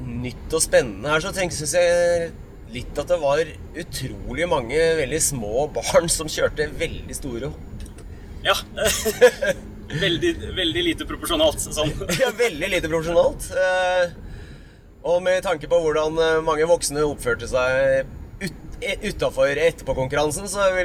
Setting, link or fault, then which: setting, inside a vehicle